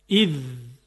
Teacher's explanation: علاوه بر این که زبان ارتعاش میکنه، تارهای صوتی هم مرتعش میشه · Term: حرف ذال